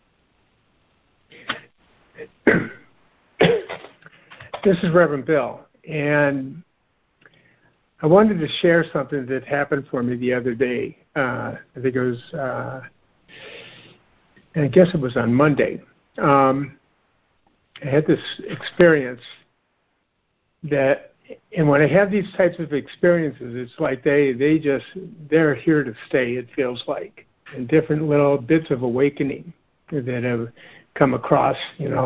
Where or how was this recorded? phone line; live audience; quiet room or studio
phone line